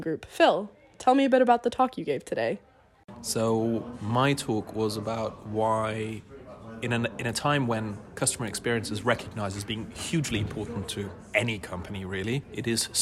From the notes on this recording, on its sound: This week we come live from Forrester's CX EMEA conference